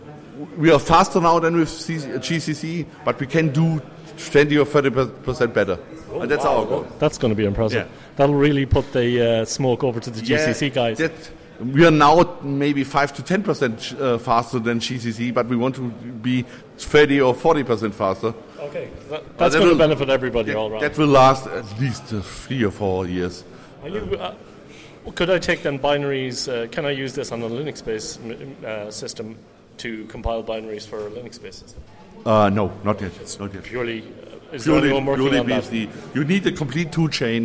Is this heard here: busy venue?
yes